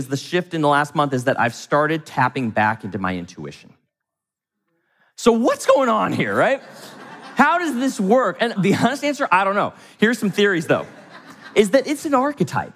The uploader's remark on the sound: from the stage of Mindvalley’s A-Fest